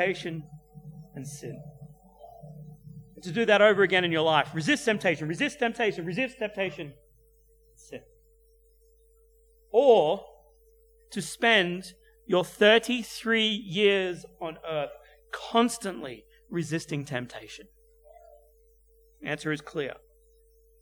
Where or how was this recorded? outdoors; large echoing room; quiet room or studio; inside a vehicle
large echoing room